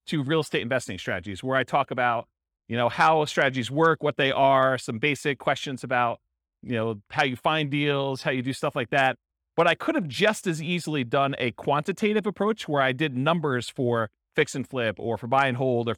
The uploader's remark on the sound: This was a live class recorded